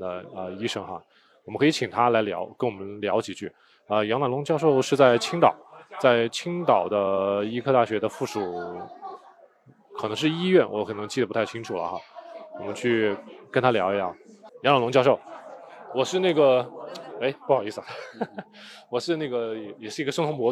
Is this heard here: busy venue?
yes